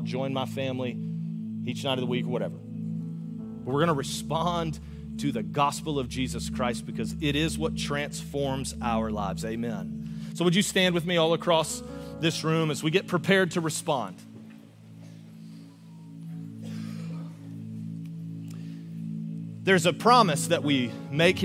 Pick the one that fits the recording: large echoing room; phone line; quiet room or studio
large echoing room